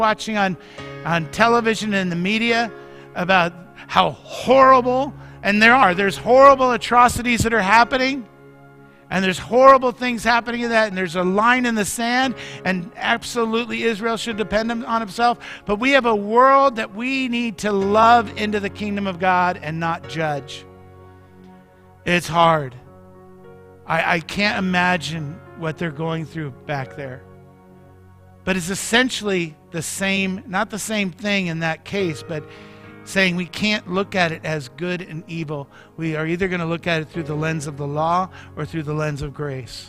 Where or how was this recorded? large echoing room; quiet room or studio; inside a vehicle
large echoing room